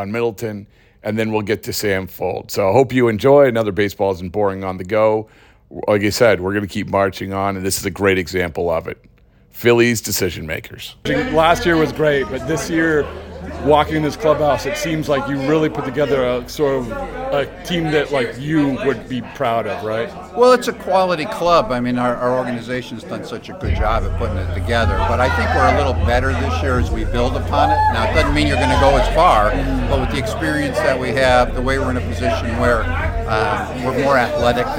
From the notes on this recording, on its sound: in the midst of the Phillies' celebration